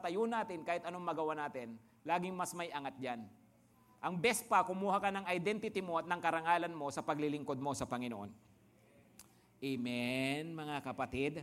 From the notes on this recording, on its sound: Preached last April 18, 2023, at Grace Testament Church's 5 PM worship.